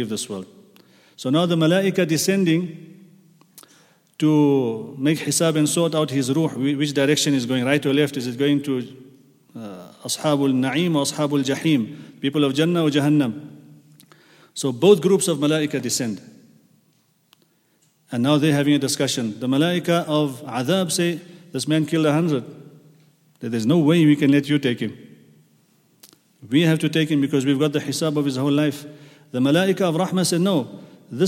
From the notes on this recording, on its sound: at the Houghton Masjid (West Street)